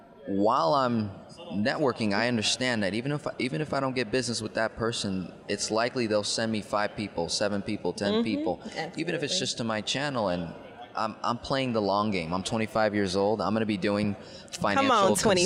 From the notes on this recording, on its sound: Live from FinCon 2021